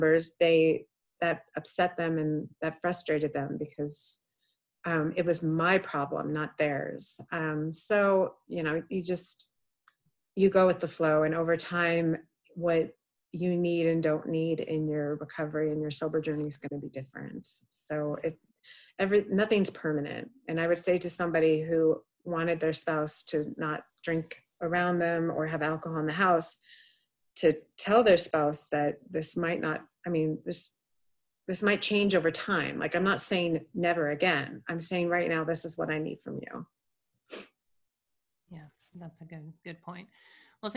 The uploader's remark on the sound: During the pandemic, I hosted daily ZOOM meet-ups called the "Daily Community Meetup" - the recordings were posted here on the podcast.